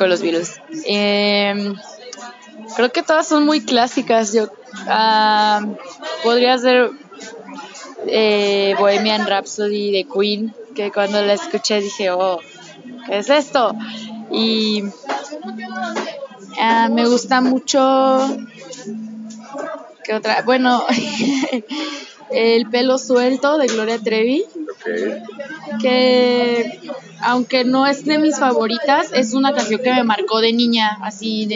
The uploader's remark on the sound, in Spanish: Un charla de cafeteria